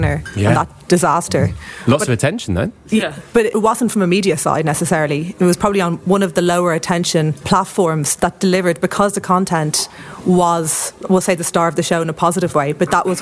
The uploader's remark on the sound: Attention Special: LIVE at The Last Thursday Club. Recorded at IAB UK HQ in front of an audience of members at our second Last Thursday Club.